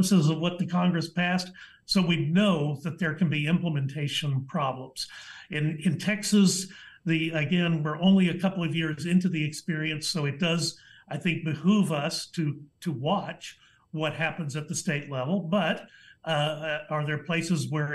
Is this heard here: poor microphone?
no